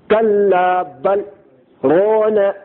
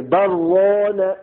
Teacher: سانس کو تو نہیں توڑیں گے لیکن روکنا ہے تھوڑی دیر · Shown in: first take · Term: سکتا